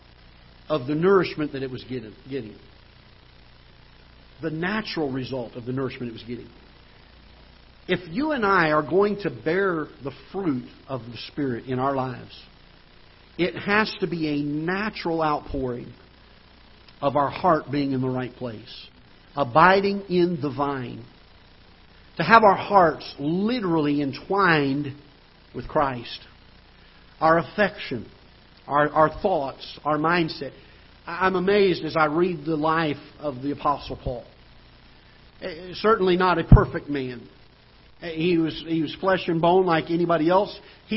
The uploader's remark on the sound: Ketha Heights Baptist Church ~ Live Broadcast